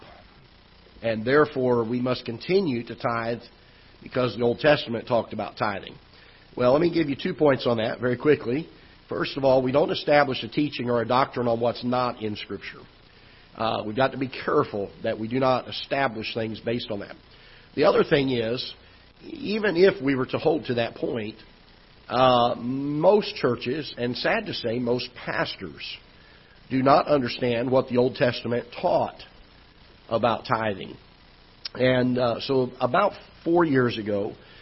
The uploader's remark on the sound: Ketha Heights Baptist Church ~ Live Broadcast